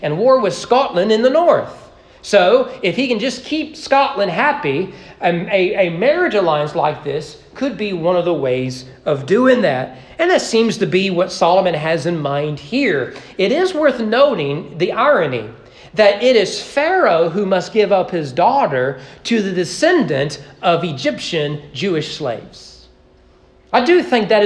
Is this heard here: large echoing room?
yes